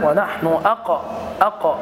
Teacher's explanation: القاف ساكنة مقلقلة من حروف قطب جد، إذن فتقلقل وتنطق هكذا ونحن أق أق.